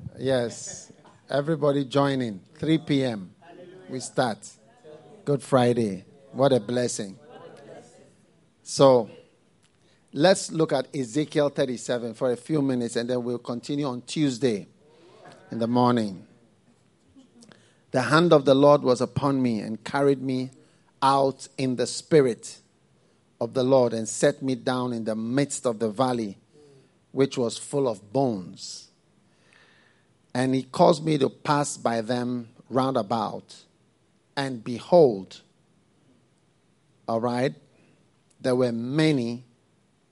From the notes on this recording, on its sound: Preached at the FLOW Service, First Love Church